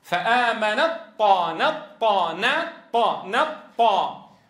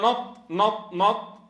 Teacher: انظروا كيف تتحول إلى طاء مشددة، ننتقل من النون إلى طاء مشددة مباشرة من غير تاء. · Shown in: first take